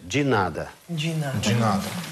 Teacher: То есть «д» иногда читается как «джи», Да, скажите, когда в безударном положении, это считается как «дж».